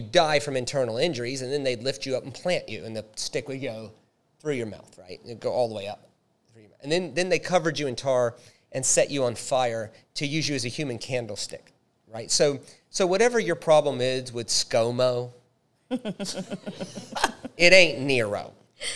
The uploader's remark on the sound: Our second LIVE recorded episode. Tricky questions from our live audience.